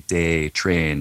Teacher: Those sounds being what we call like a monophthong, a single long-held pure vowel sound as opposed to a diphthong